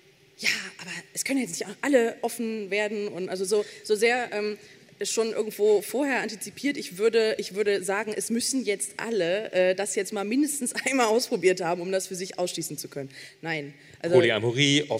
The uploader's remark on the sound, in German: Beim Podcastfestival in Hamburg